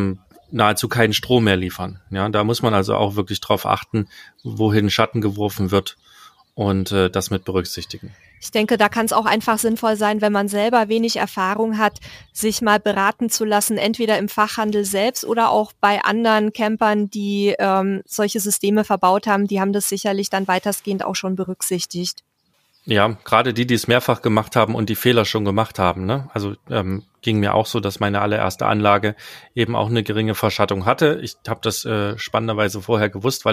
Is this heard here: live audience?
no